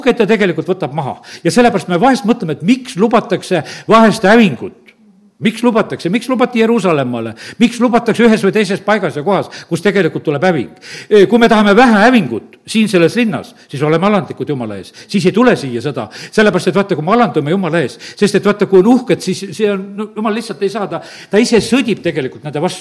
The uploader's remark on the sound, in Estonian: Audio salvestus koosolekult